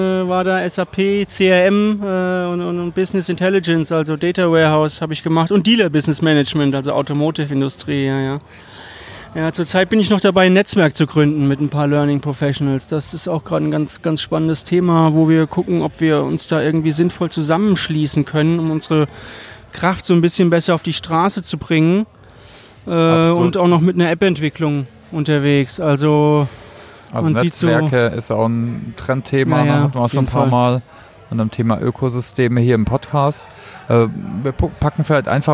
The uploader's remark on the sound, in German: Beim letzten Meetup spontan einen Podcast im Biergarten aufgenommen, daher auch die Hintergrundgeräusche.